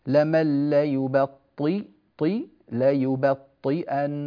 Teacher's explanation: وإن منكم لمن ليبطئن، هنا عندنا حرف الباء ليباء، ينبغي علينا العناية بترقيقه، لمن ليباء ليبطي، والطاء مفخمة مع أنها مكسورة، لمن ليبطي طي ليبطئن.